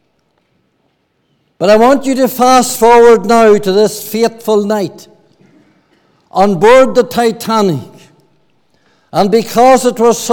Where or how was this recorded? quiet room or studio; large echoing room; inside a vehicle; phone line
large echoing room